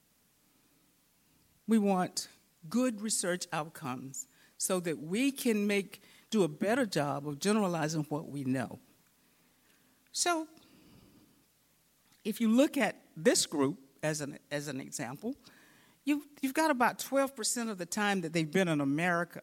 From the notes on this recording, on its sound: In this session recorded at CRAACO 2022